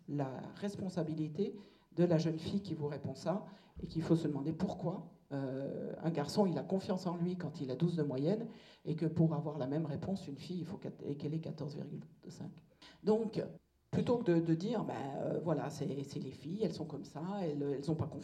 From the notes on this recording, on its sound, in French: Le lycée Condorcet de Saint Priest a accueilli. Elle est intervenue auprès des jeunes filles de 1°S. Ce podcast correspond à une partie de sa conférence.